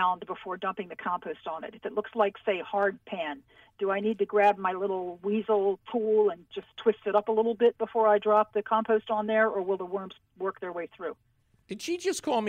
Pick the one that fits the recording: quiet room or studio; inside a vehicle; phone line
phone line